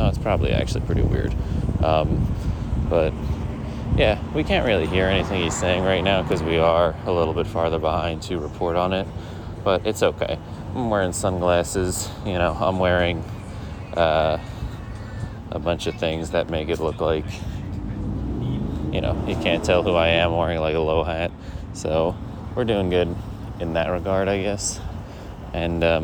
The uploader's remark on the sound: We report live from the street.